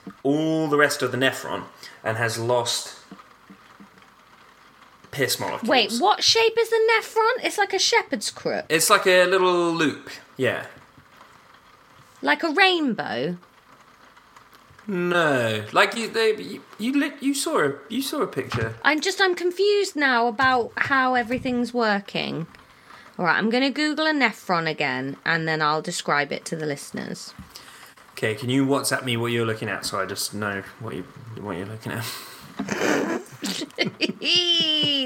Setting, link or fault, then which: fault, background noise